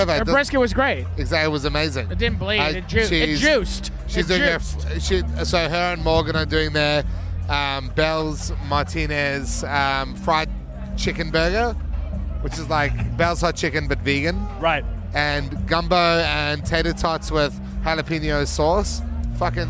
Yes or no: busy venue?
yes